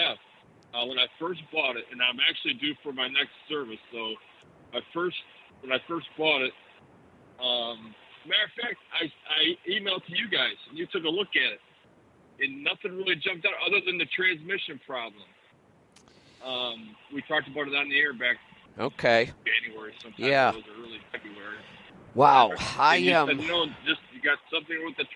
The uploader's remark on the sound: Call in Question and Answer Show